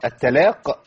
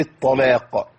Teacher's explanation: الطاء تحتاج الى اطباق واستعلاء · Shown in: second take